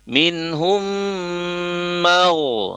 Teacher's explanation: di akhir dengan mim sukun, kemudian bertemu dengan mim tasdid, maka humnya ditahan sebentar selama dua harokat